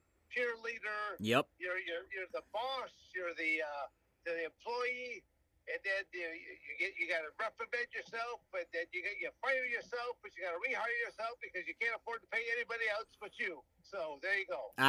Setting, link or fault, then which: link, phone line